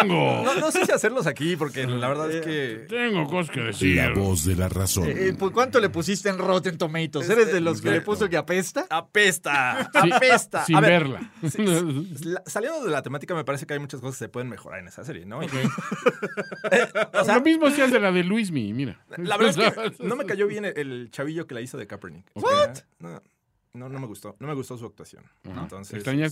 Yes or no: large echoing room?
no